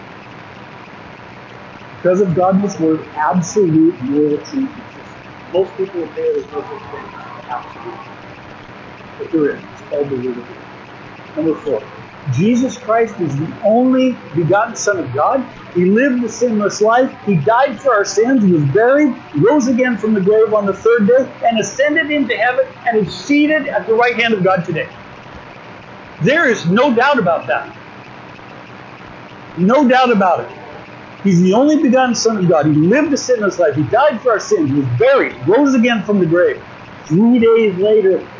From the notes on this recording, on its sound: 2023 Winter Retreat Session 1. We apologize for the audio quality.